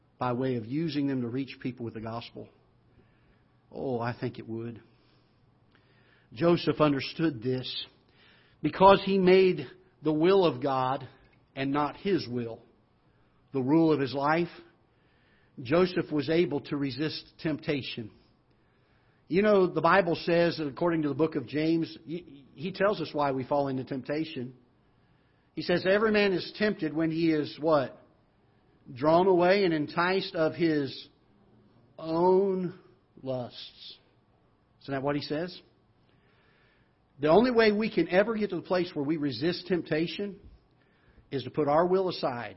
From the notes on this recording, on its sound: a live broadcast from the auditorium of Ketha Heights Baptist Church in Festus, Missouri